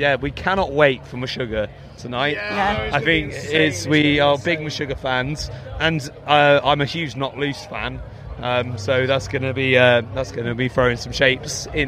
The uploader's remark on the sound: Live from Bloosdstock Festival